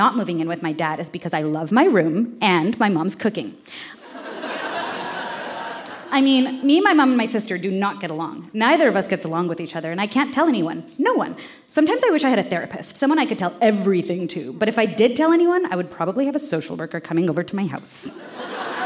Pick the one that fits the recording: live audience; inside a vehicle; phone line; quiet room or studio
live audience